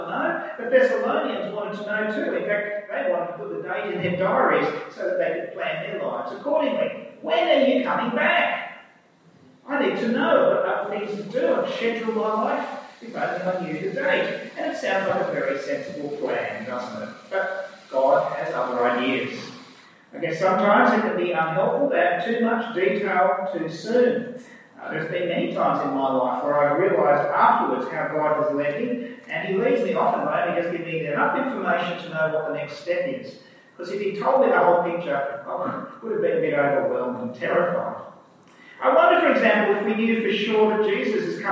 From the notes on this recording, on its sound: Due to technical reason, the sound quality is not ideal for this recording.